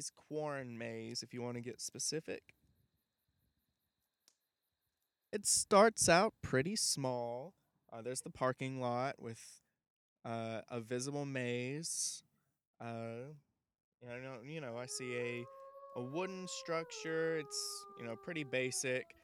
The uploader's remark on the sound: records a LIVE* episode of the podcast in the middle of a forest